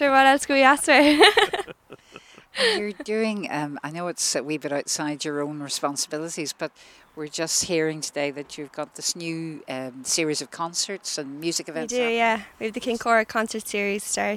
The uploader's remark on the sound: Broadcast live from the Killaloe Hotel and Spa